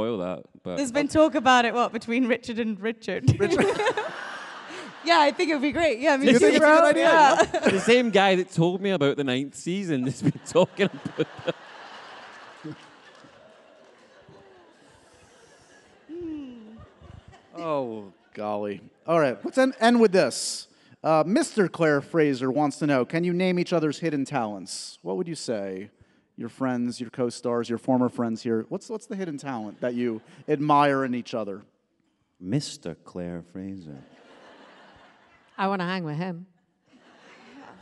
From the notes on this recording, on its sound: Get ready for a wild live taping of the podcast with the cast of OUTLANDER!